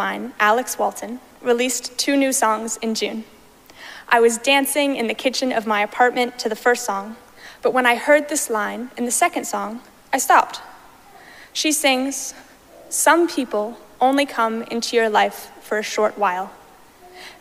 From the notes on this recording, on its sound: Recorded live at Arlington Street Church.